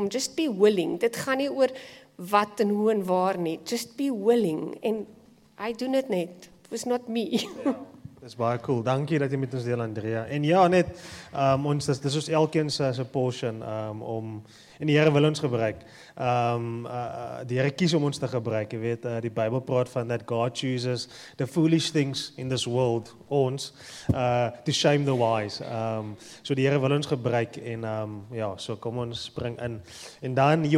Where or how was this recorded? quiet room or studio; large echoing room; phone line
large echoing room